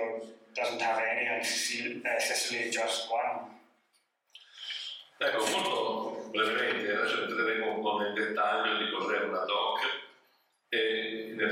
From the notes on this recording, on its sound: Vinitaly 2022. WARNING AUDIO IS LESS THAN PERFECT! These recorded sessions are then released on the podcast to immortalize them!